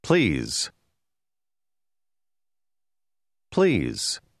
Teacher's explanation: La S in questa parola contiene il suono z.